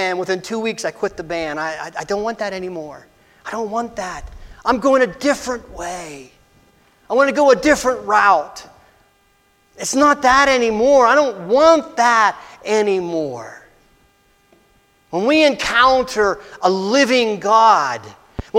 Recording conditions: large echoing room